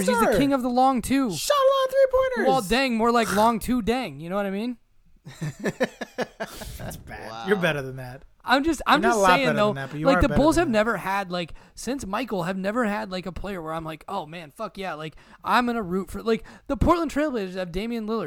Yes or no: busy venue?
no